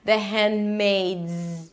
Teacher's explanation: And if you want to pronounce it properly, the hand, the D is a held D, you don't release it. The hand, you move on to the M, the handmaids, a Z, not an S